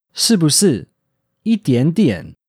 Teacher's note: Taiwanese Mandarin sounds a little bit softer, and it's spoken a little farther forward in the mouth.